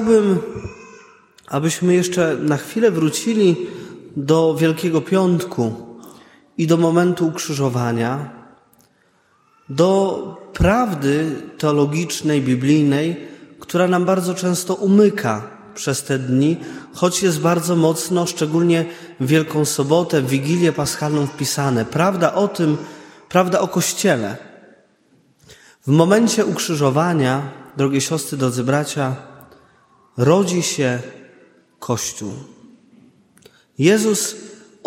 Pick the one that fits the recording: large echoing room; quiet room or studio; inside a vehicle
large echoing room